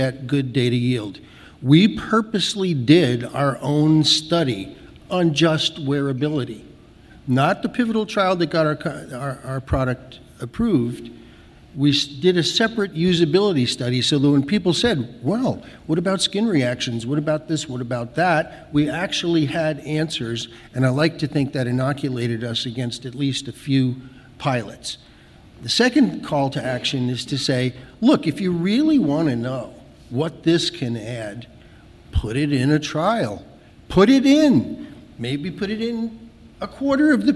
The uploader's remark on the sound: This podcast presents a session from the 2019 Mobile in Clinical Trials conference